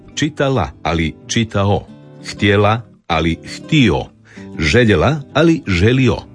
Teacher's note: Vokalizacija je glasovna promjena u kojoj se suglasnik L na kraju sloga ili riječi zamjenjuje vokalom, otvornikom, samoglasnikom O. U glagolskom pridjevu radnome muškoga roda.